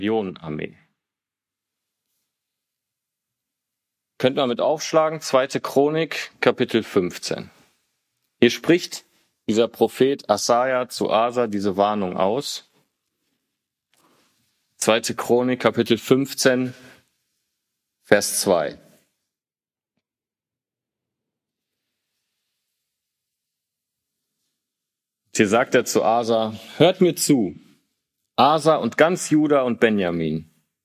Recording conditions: large echoing room